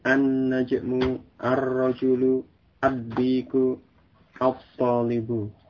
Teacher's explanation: lamnya tersebut tidak dibaca dengan jelas, tetapi dia dimasukkan, diidghamkan pada huruf sesudahnya, sesuai dengan huruf sesudah lam tersebut.